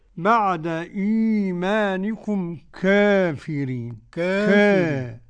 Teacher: قرأ كافرين بالتقليل بين الفتح والإمالة ورش